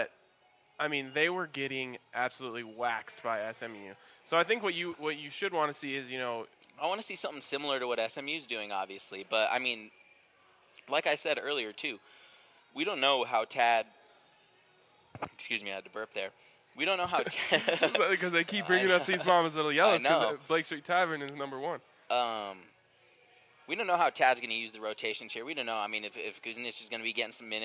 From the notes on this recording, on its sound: record live from the grounds of their new presenting sponsor Blake Street Tavern